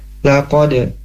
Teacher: Huruf dal, huruf dalnya punya sifat qalqalah dan dipantulkan ya